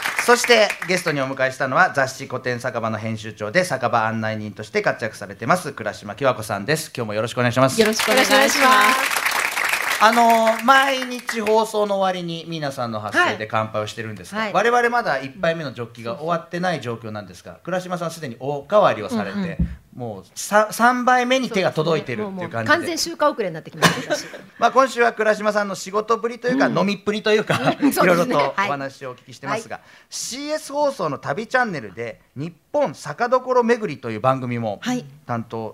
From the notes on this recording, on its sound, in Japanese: 公開収録。